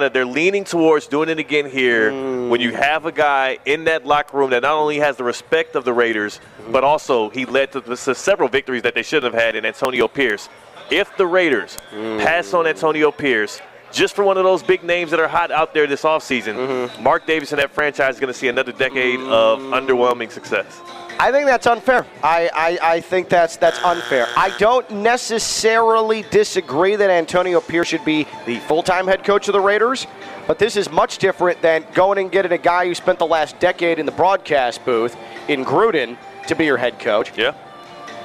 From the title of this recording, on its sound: Live from the South Florida Fair!